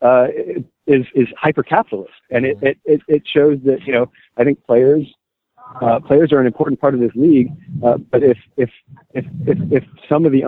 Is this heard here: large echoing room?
no